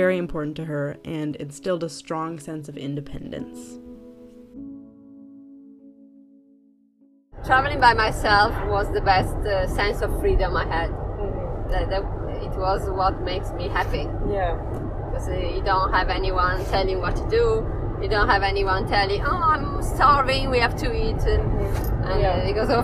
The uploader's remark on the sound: In the car. Recorded in a little car somewhere in Northern Italy.